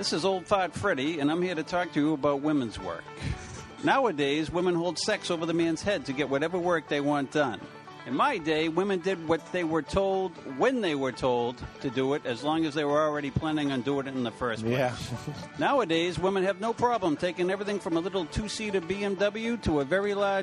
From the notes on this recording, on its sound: The Cigar Authority took the show on the road as we broadcasted live from Mickey Blake's in Southington, CT.